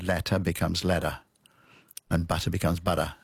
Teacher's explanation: It's not a really, it's a not a full D, it's a sort of a weak, your tongue bounces off your alveolar ridge · Term: flapping